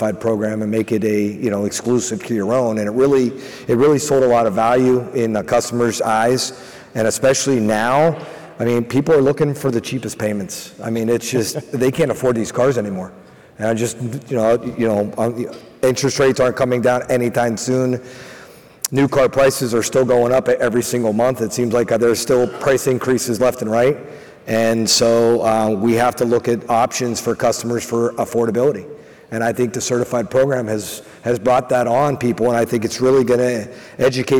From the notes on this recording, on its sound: highlighting some of the panels and presentations from Used Car Week 2023